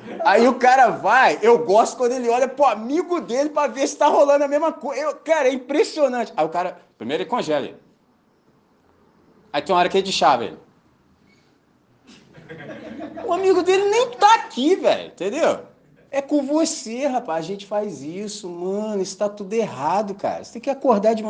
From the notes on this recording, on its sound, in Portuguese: Gravado na celebração comunitária da Missão Batista, dia 02 de Abril de 2023 em Candelaria, Volta Redonda, RJ.